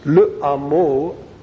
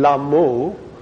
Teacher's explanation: the difference in the Hebrew between le amo and lamo is simply the absence of the guttural sound